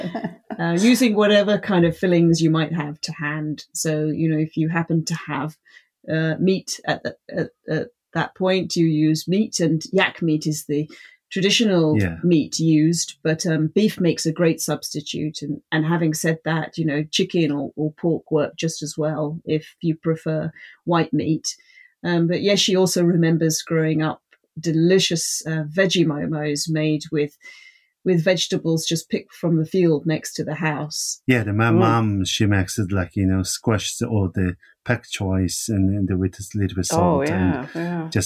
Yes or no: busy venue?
no